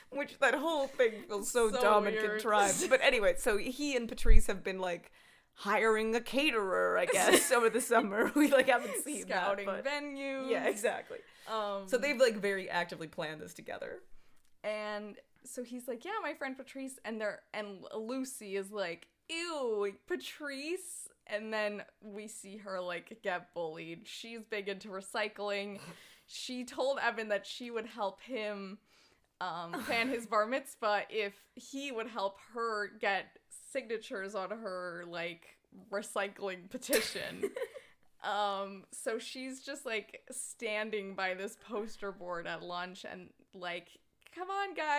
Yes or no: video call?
no